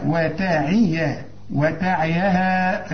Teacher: مد أربع حركات عند الوصل فقط، عند الوقف مد حركتين